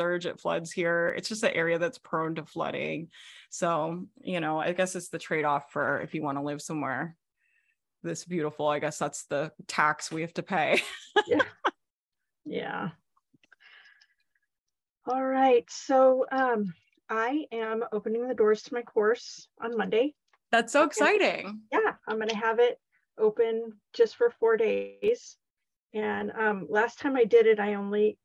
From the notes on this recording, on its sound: Zoom Coaching Call Replay. I am sharing a replay of zoom coaching call from my training series called REIGNITE.